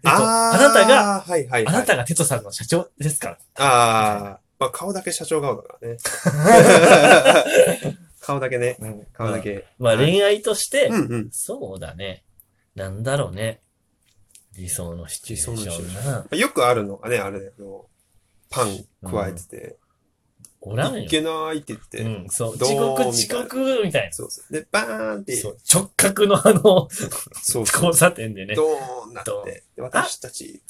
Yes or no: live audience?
no